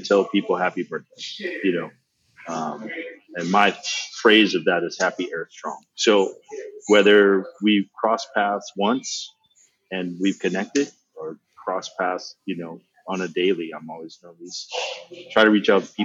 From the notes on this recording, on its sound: The audio on this episode is a little rougher than our typical quality, due to multiple scheduling conflicts we took the opportunity that we had, to get this episode recorded.